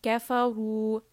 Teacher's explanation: So ra in this case has dhamma, so we are going to make this heavy.